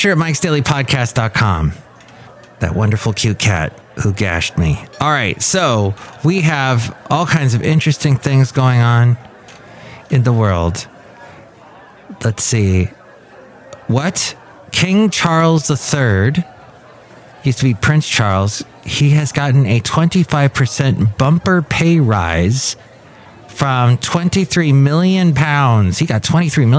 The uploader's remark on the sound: podcasts live from Café Anyway